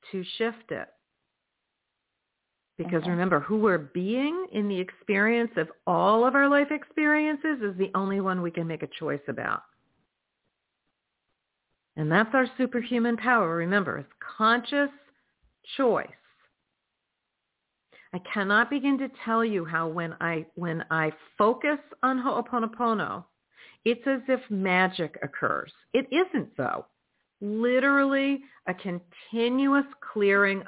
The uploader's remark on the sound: in response to callers' questions